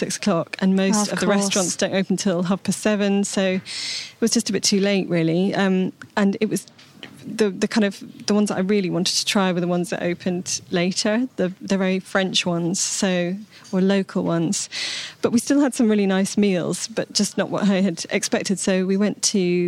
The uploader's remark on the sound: at the super-foodie Wilderness festival in Oxfordshire